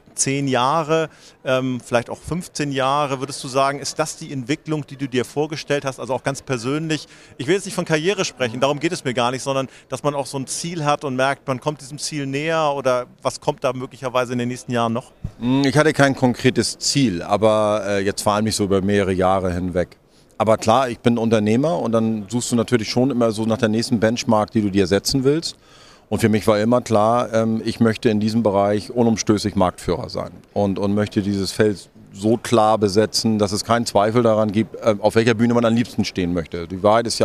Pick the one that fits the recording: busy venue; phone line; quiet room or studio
busy venue